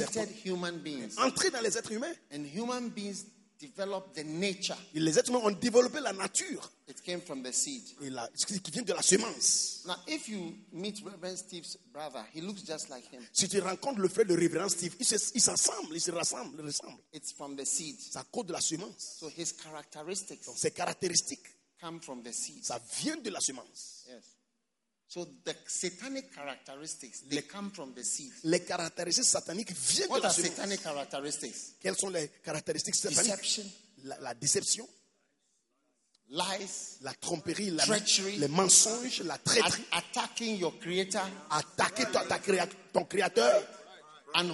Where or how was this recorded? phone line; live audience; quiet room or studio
live audience